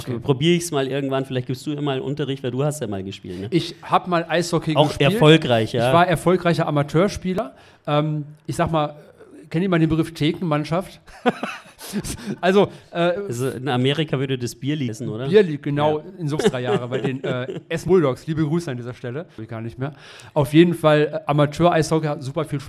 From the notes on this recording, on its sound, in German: Podfluencer Live Neu-Ulm. Wir waren Live beim Podfluencer Festival und hier kommt unsere Episode dazu!